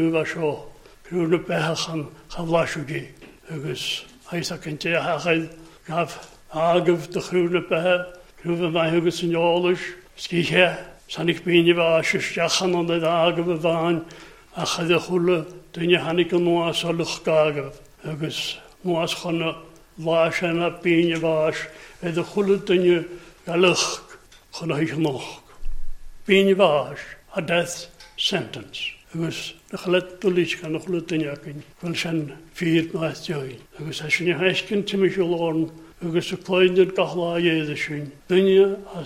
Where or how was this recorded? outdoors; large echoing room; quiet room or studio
large echoing room